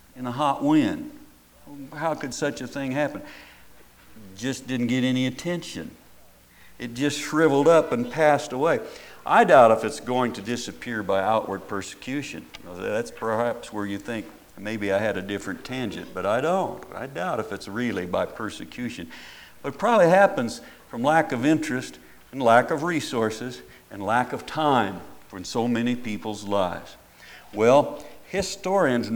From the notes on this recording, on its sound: At Paradise Valley Christian Church in Casper, Wyoming.